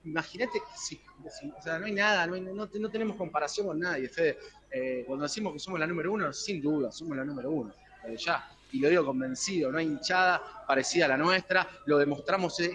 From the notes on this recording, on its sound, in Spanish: móvil en vivo desde la Sede Avellaneda